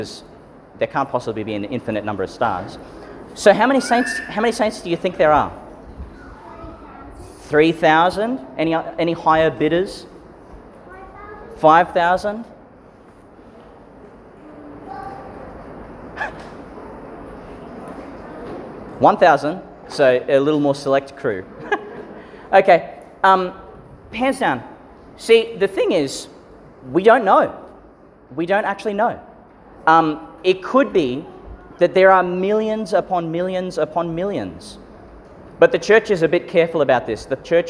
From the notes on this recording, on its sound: Homily for St Francis of Assisi Catholic Primary School All Saints Liturgy, delivered in St Peter Chanel Church, Tannum, Qld.